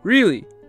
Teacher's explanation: pay attention to the rising intonation of sentences with surprises.